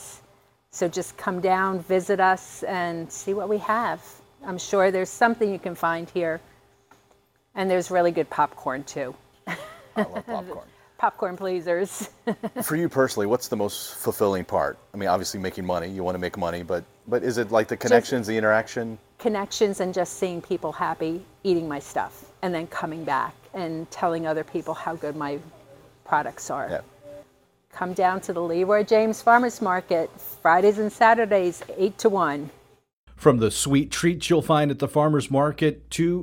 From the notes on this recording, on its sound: Leroy James Farmers’ Market in Greenville. Visits the Leroy James Farmers Market in Pitt County. He's chatting with the manager and two vendors about what makes the year-round market a destination in Eastern NC.